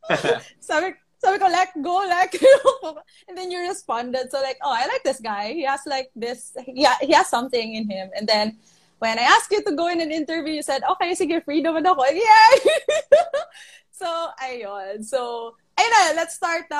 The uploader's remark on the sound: IG Live Interview.